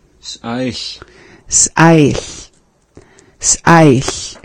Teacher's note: So you have that quick pause between the beginning of the word and the rest of the word.